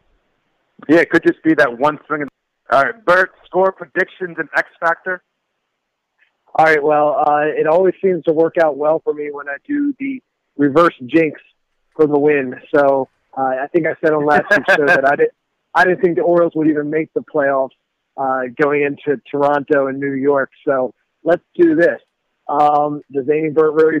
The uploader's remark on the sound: take to the phone